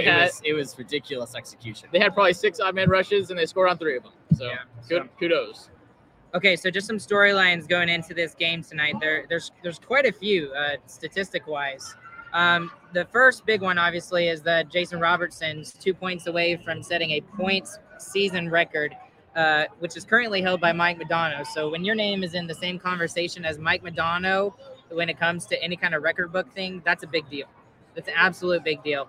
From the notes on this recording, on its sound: LIVE from PNC Plaza at the American Airlines Center